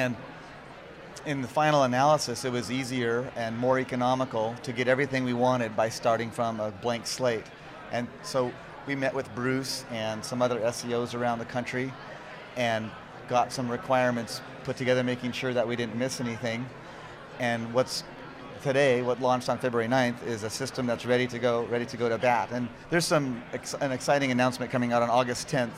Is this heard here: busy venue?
yes